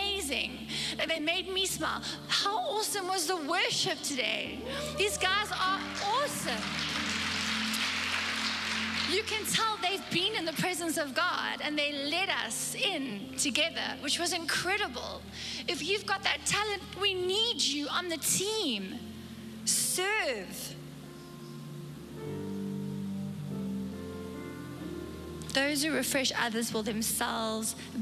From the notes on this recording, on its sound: Recorded live on Sunday the 3rd April 2022